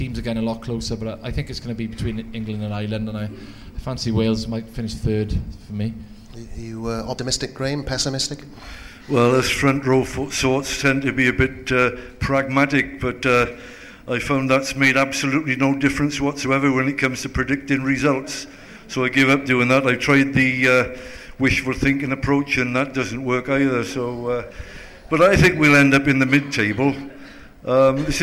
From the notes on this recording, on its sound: A live Six Nations debate. Fielded questions from a live audience ahead of the Six Nations.